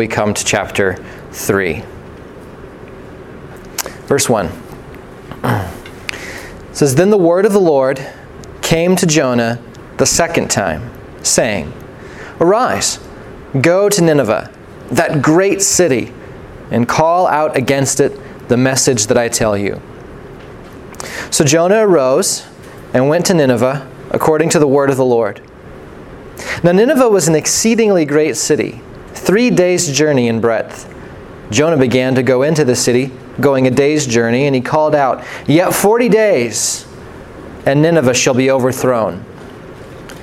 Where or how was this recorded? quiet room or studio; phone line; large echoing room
large echoing room